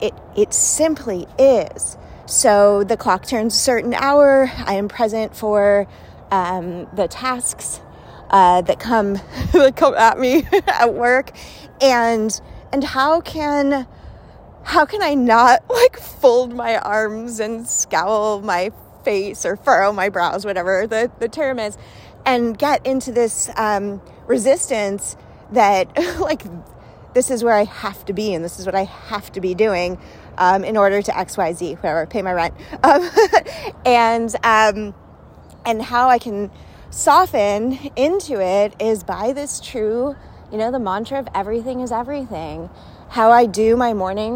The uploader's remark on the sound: Walk with me! Let’s walk and talk.